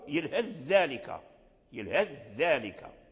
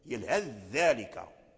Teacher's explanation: فندغم الثاء في الذال · Term: الإدغام